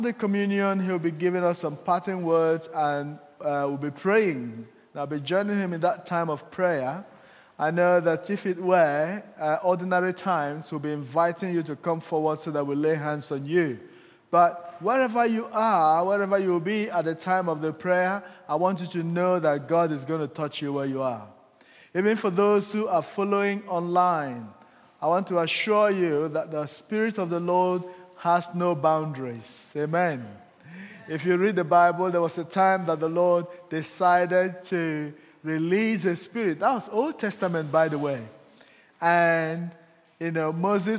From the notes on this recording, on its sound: Audio recording taken from Kent Prayer Quake 2021 - Day Two, Session Five